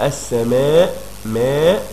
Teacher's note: رققت الالف عشان قبليها حرف ايه؟ حرف ميم مرقق. يبقى الالف تتبع ما قبلها تفخيما وترقيقا.